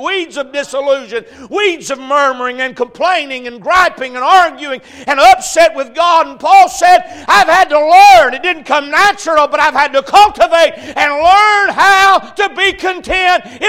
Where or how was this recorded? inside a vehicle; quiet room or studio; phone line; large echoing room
large echoing room